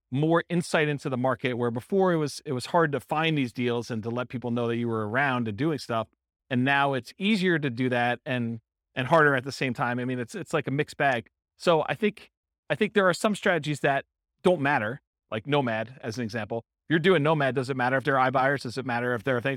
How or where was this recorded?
live audience